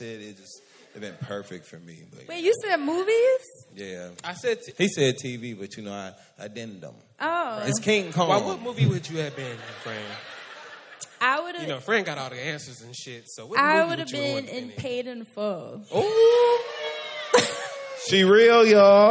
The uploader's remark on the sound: 3-Year Anniversary Live Show in NYC.